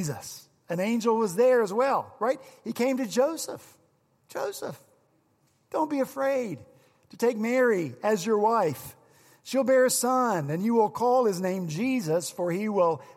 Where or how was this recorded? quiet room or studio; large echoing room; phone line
large echoing room